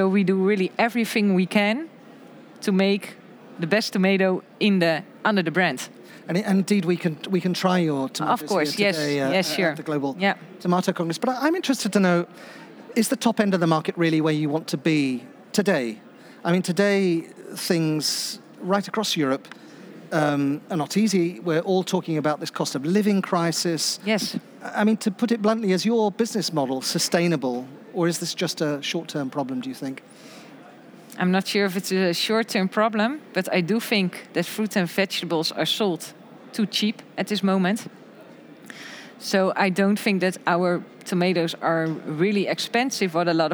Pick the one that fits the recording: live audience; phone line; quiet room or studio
live audience